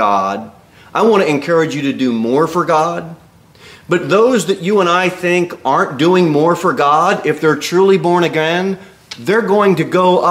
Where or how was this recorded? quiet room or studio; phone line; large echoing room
large echoing room